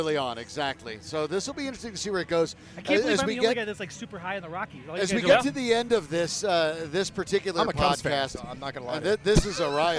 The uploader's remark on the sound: Recorded live at Tap Fourteen in LoDo.